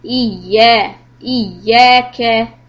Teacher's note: ya has got a shadda or a tashdeed. So it is double, twice as long.